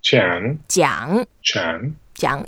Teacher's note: It's a third tone as well, so we go down and up.